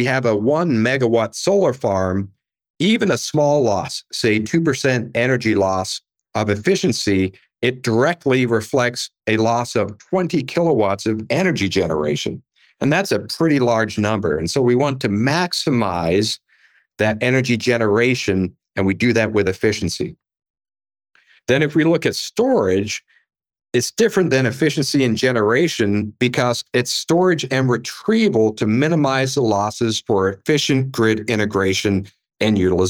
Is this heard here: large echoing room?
no